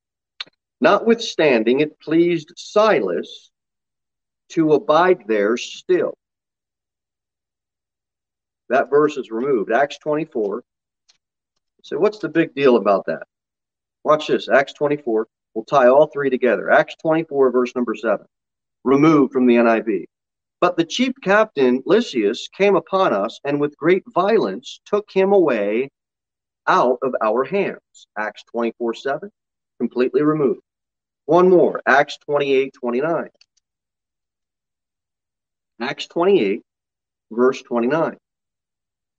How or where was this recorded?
large echoing room